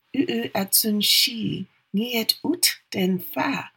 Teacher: But when her speakers wanted to go into an introverted state, they changed all their sounds to voiceless sounds